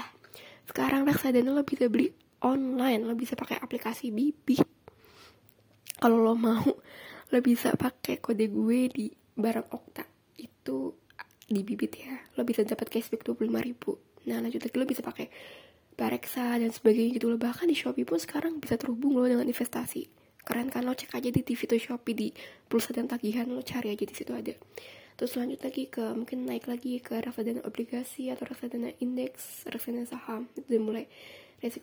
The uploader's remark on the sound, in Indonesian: suara grasa grusu di dalamnya